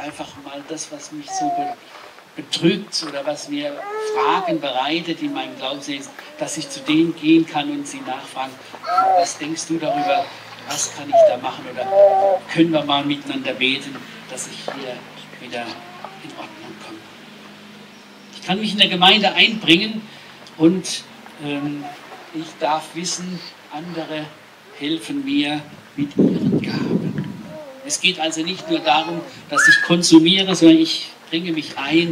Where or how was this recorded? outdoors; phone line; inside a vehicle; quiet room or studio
outdoors